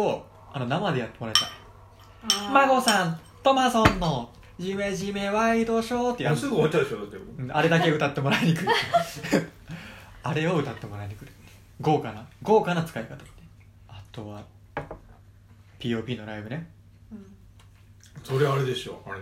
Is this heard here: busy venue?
no